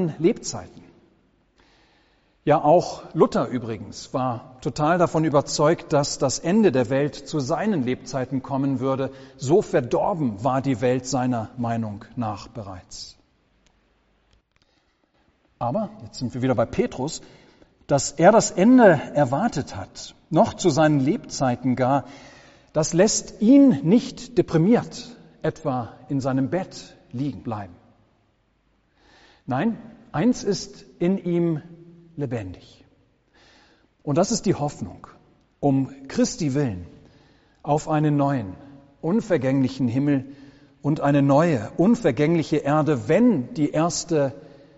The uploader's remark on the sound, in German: Gottesdienst